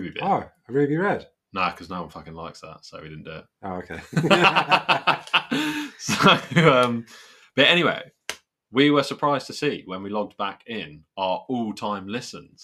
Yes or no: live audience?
no